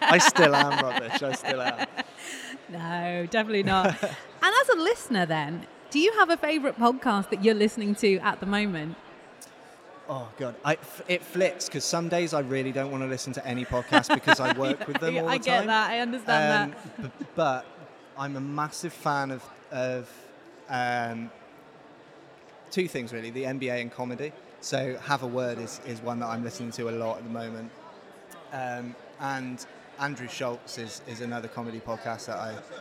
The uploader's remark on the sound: At The Podcast Show in London. Islington's Business Design Centre became the backdrop for Europe's new breakthrough event for the podcasting community. 350+ world-class speakers, 150+ panels and sessions. Podcast Radio was on-site and in-action, chatting to the movers and shakers of the podcasting world.